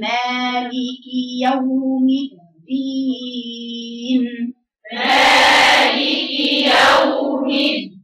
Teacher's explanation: الدال يا بنتي قوية والياء فيها جهر والنون ليه جهر